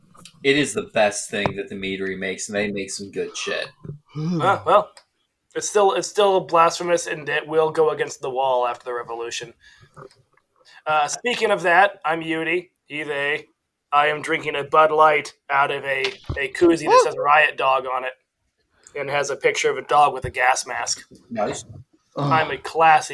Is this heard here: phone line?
no